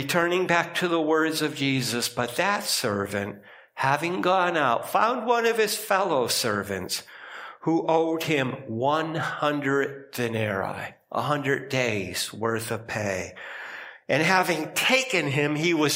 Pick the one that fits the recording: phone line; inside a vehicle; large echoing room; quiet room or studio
large echoing room